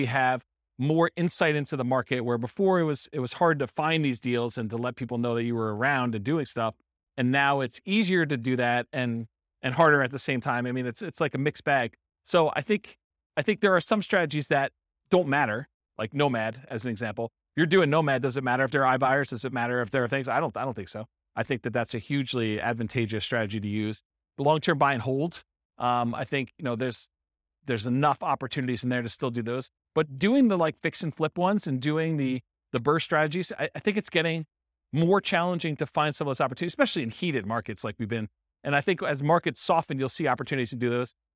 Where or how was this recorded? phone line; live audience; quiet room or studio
live audience